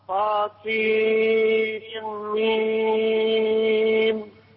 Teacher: السين والميم ست حركات مدهم أطول من اللي مديت